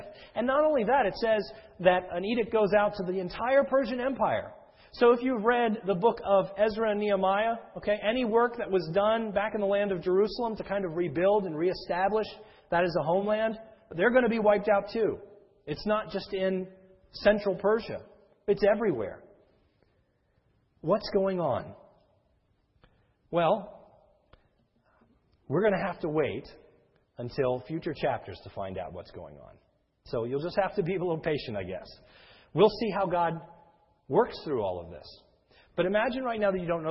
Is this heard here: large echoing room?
yes